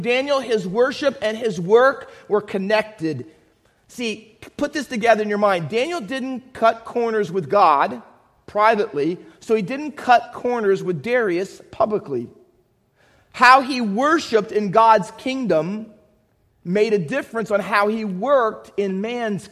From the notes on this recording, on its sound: Faith Baptist Church in Hamilton, NJ.